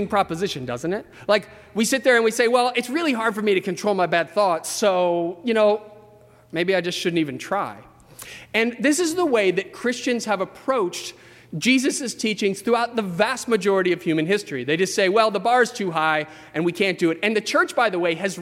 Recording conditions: large echoing room